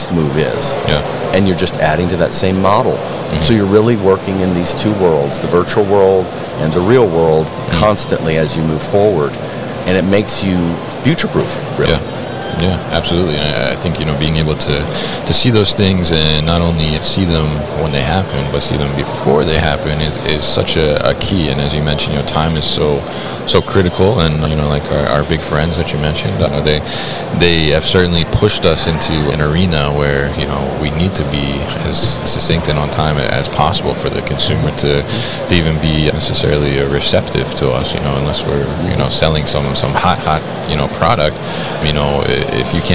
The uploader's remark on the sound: Siemens at MODEX 2022